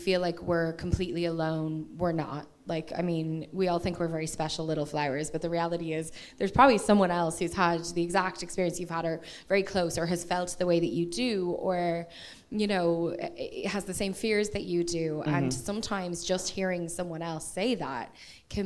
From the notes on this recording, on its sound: this episode was live at the Bernard Shaw